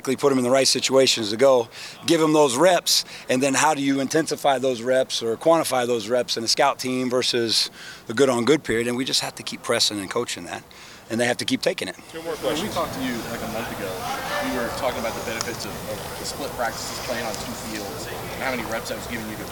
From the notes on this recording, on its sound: Unedited audio from Ohio State offensive line coach and run-game coordinator. From his media availability session.